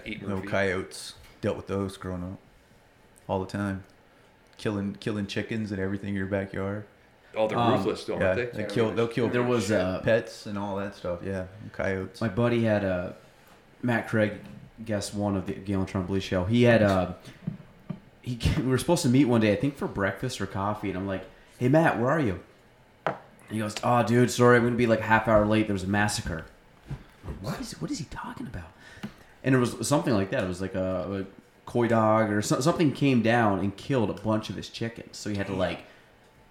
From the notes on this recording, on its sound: 5 Guys, 1 Mic. I'm joined in studio by 4 of my good buddies.